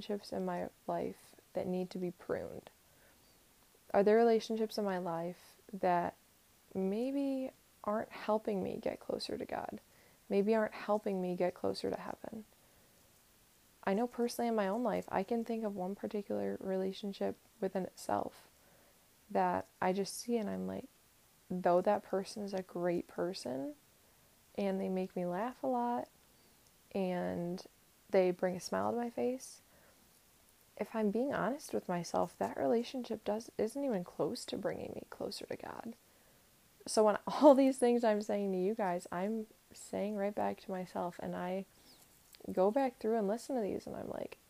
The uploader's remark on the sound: my mic was rubbing up against my sweater a little bit, so sorry!